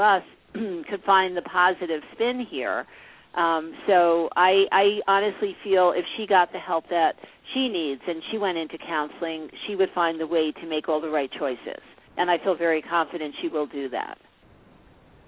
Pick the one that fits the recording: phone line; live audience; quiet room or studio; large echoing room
phone line